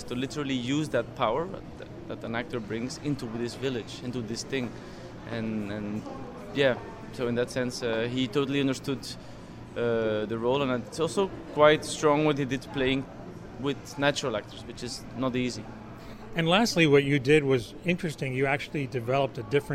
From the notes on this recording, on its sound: From the Tribeca Film Festival Red Carpet